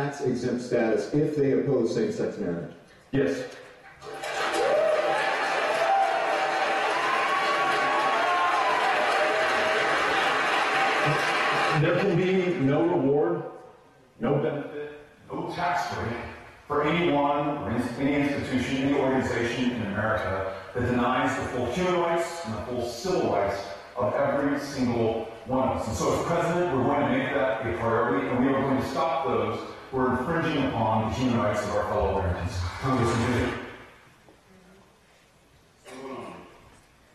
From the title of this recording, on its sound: El Paso Christian Church Live Stream